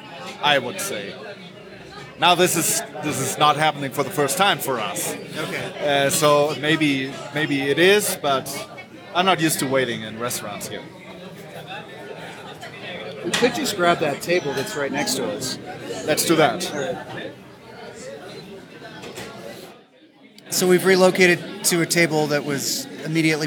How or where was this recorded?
busy venue